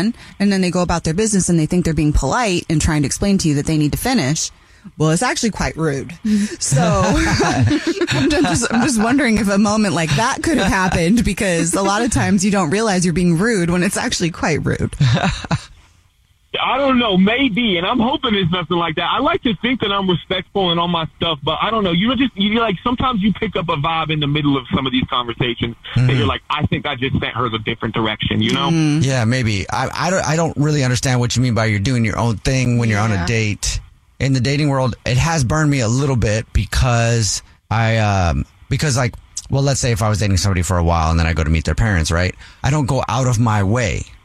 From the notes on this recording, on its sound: We get that other person on the phone to see why they're "ghosting". One of our listeners is on the phone.